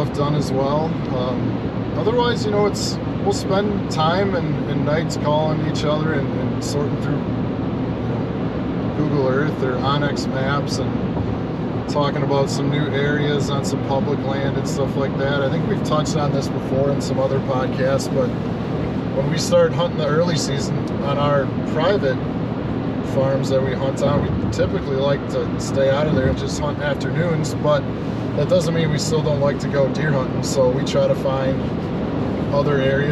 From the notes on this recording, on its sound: Driving home from a week long Canada fishing trip